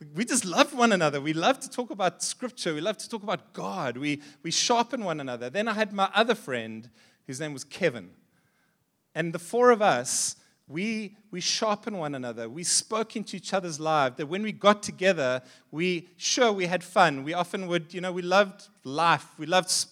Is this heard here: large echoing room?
yes